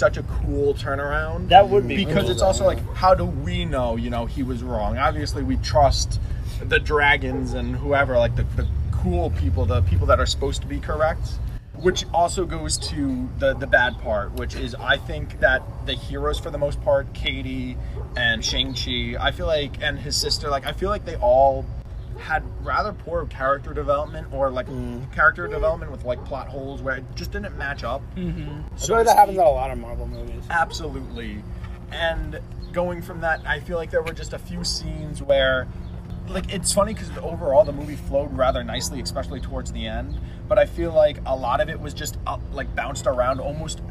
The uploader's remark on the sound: Driving Podcast. Discuss the movie while enjoying nature (hence the background noise).